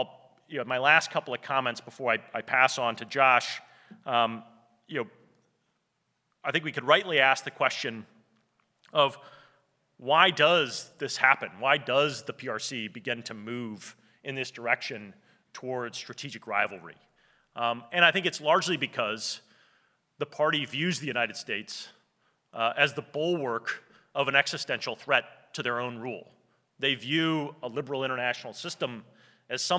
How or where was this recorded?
live audience